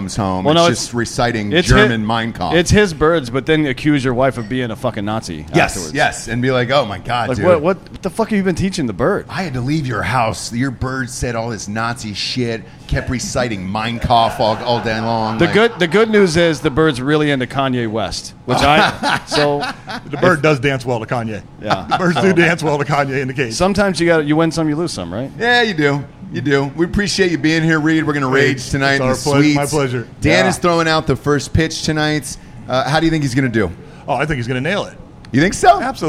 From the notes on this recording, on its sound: Live From Miami. The gang goes live from the bar Thank You Miami next to LoanDepot Stadium before going into the Marlins game.